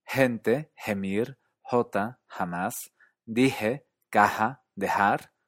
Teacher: La J, la G y la X dejaron de pronunciarse sh para pronunciarse en unas zonas h, es decir, como la H en inglés, y en otras como J, es decir, como la J actual mexicana.